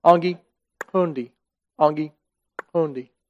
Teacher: It's making like a popping sound with putting your tongue to the roof of your mouth and popping it down.